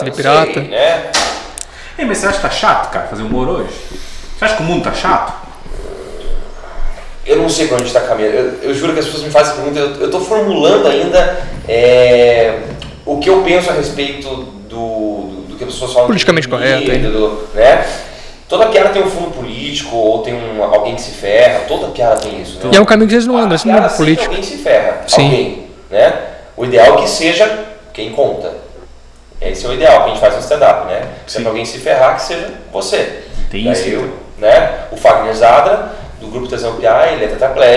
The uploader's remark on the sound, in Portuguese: Tivemos um problema com o áudio deste episódio